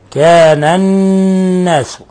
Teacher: قوله تعالى كان الناس، النون هنا مشددة تغن مقدار حركتين